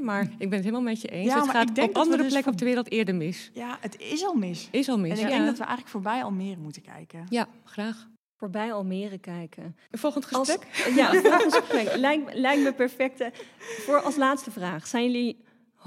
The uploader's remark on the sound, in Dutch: Iedere aflevering wordt in het bijzijn van publiek opgenomen.